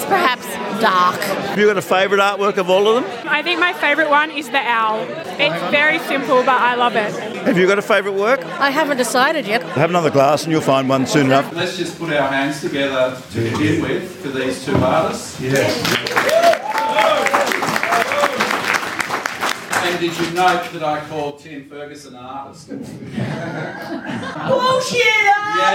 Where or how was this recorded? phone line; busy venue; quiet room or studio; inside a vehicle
busy venue